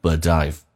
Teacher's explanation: T 跟 I 可以连音，同时要进行浊化